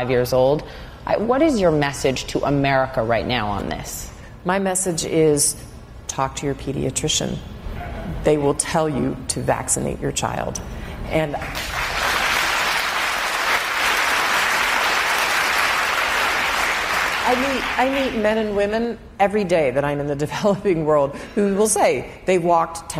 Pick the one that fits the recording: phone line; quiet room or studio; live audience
live audience